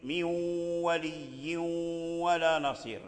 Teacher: الغنة موجودة في النون وليست في الواو. الواو فيه تشديد الشدة، لكن هذه الشدة ضعيفة، ليست شدة يعني كاملة، من ولي ولا نصير، من ولي ولا نصير. · Term: الإدغام الناقص